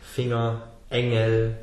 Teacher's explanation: so you can hear that there's no G.